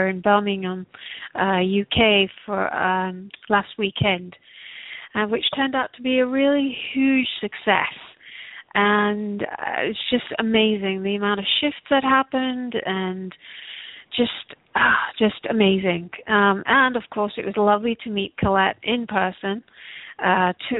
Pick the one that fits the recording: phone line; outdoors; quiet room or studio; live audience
phone line